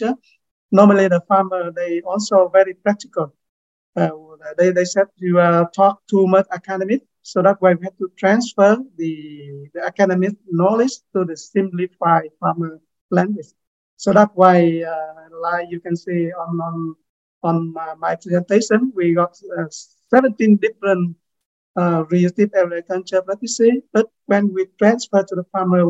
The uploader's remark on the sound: Please note that this is an audio recording of a webinar containing slides and presentations. This live virtual event featured updates of progress to date and deep dive into some case studies.